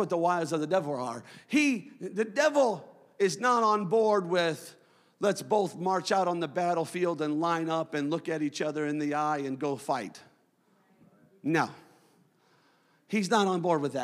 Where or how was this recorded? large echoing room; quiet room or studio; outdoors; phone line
large echoing room